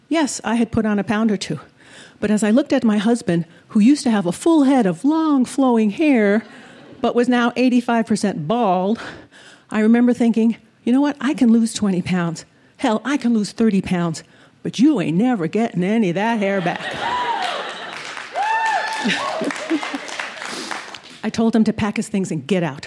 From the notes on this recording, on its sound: Told this story in front of a live audience at Buntport Theater in Denver, Colorado.